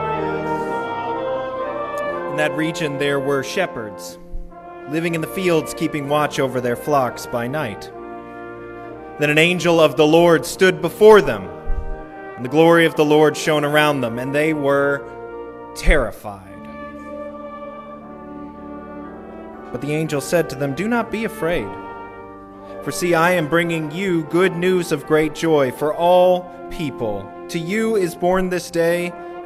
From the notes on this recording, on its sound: Recorded at the Christmas Eve Candlelight Service December 24, 2022. Music recorded during worship.